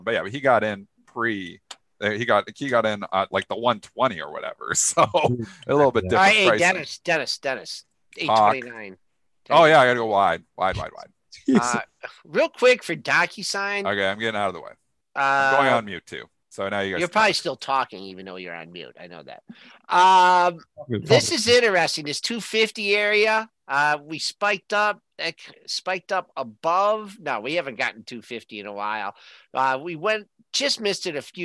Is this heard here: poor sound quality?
no